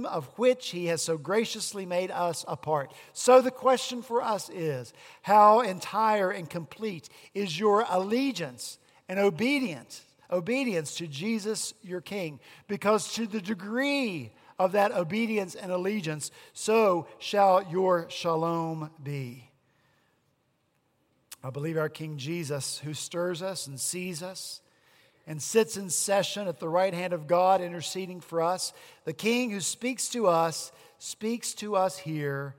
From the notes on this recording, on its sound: At Redeemer Presbyterian Church in Charleston, SC, our senior pastor continued our Matthew sermon series.